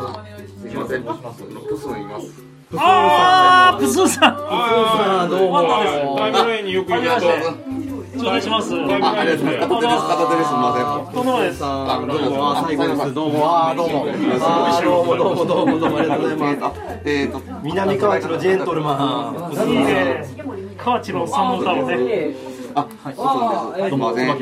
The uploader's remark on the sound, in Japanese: Podcastと音楽の融合イベント「SHABEON」。その開宴前にみなさんに集まっていただき公開収録をした内容になります。